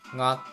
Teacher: 小学校ってなった場合はがっていう鼻に抜ける発音になる